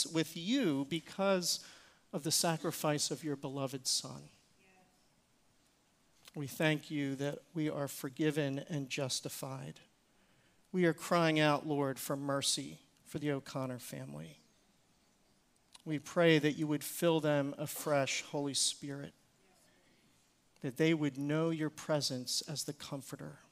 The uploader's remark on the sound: Recorded service from January 7, 2024.